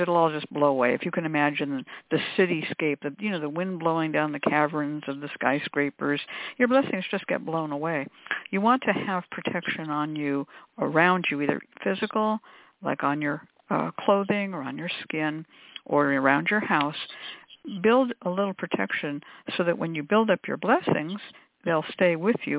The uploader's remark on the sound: Is a real, live call-in show.